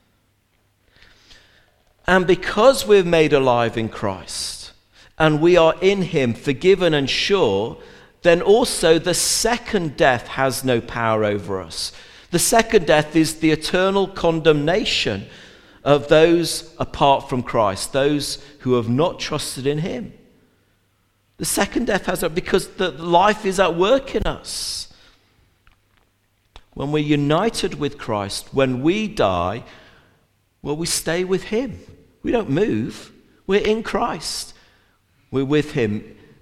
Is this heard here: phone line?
no